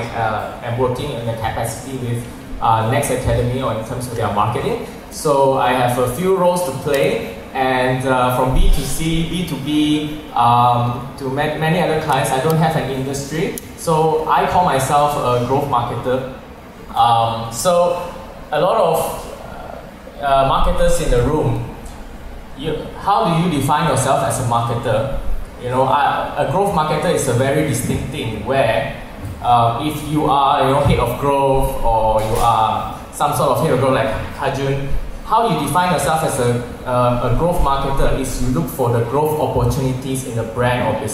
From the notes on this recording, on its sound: Here is a recording of my interview session at weGrowth Marketers meetup.